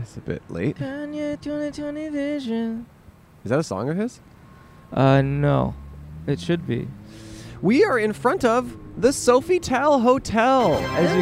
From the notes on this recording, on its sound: Our very first GUEST IN A CAR. Recorded on 9/16/21 in front of the Sofitel Hotel in Chicago!